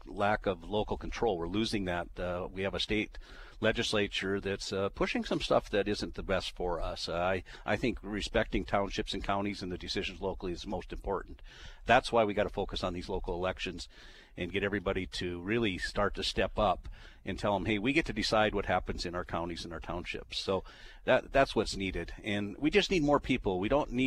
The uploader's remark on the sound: Broadcasting live from the NDFU State Convention.